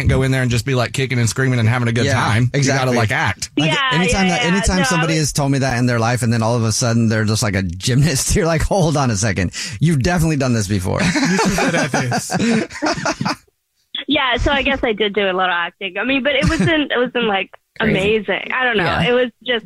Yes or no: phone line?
yes